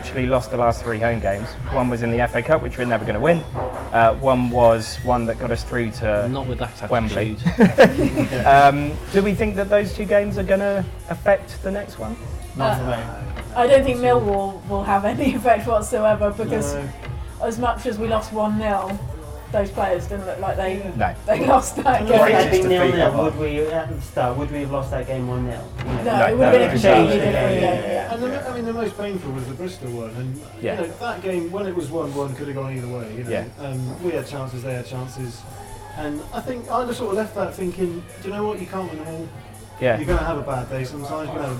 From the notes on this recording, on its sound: recorded at the Boundary House, Abingdon